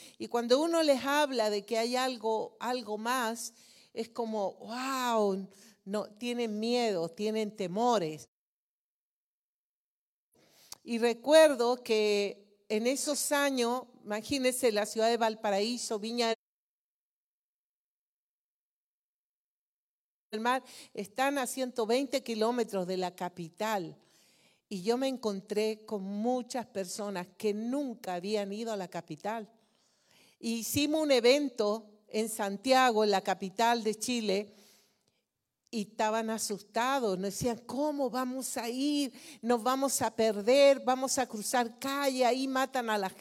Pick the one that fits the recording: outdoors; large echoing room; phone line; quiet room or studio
large echoing room